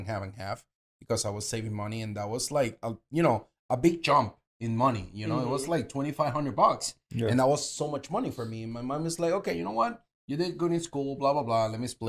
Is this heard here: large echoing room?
no